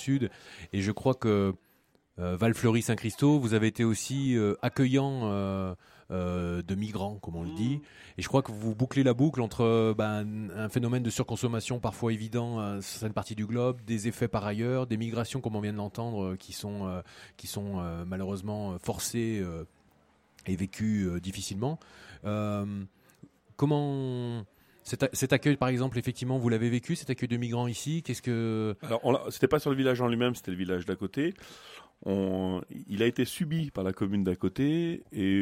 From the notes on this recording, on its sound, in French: Enregistrement de l'émission de clôture du festival vivre ensemble tout un art en direct du marché de Saint-Christo-en-Jarez le 8 Juin 2019. Enregistrement de l'émission de clôture du festival vivre ensemble tout un art en direct du marché de Saint-Christo-en-Jarez.